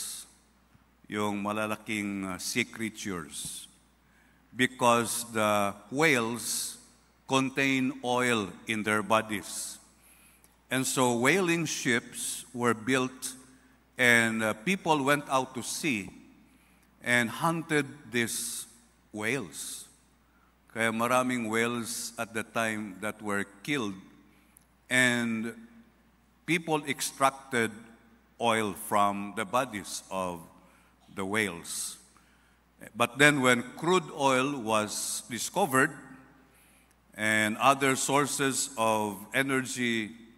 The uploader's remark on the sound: This sermon podcast was recorded live at Zamboanga City Alliance Evangelical Church.